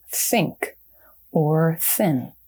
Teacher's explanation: And for those of you who can't see me, I just took the tip of my tongue, I brought it to the back of my front teeth, and then I let out a little bit of a kind of a friction release of unvoiced air. So there's no phonation.